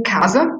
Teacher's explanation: Sílaba tônica é a sílaba pronunciada de modo mais forte. Em casa, por exemplo, cá é a sílaba mais forte.